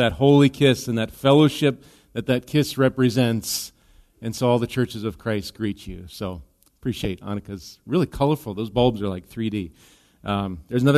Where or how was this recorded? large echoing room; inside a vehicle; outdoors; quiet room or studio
large echoing room